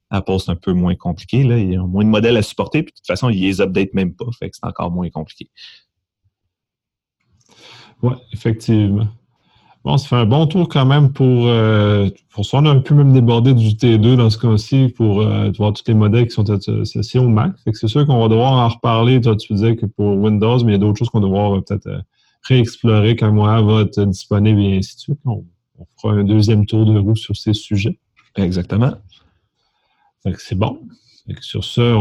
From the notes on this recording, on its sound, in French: Locaux virtuels par Zoom. Locaux virtuels par Zoom.